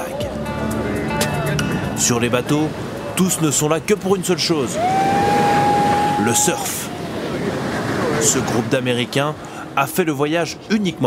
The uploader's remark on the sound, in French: Extrait sonore de la table ronde à l’occasion de l’événement Demain le sport